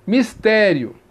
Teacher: Então, a vogal, da vogal você vai para a semivogal. Mistério, semivogal mais vogal, ditongo crescente